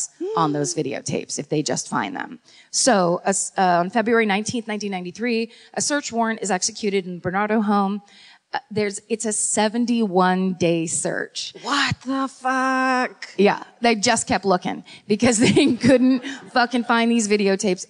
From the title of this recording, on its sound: Live at the Sony Centre in Toronto